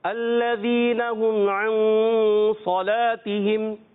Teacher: मीम साकिन में यहाँ इजहार शफी गुन्ना नहीं करेंगे, हाँ अन में गुन्ना करेंगे इख्फा में · सौलातिहिम में सौद पुर रखें, उसके बाद लाम आता है। बाद मरतबा बाद सूरत में ये होता है कि लाम भी पुर हो जाता है पढ़ने में, पुर नहीं करना।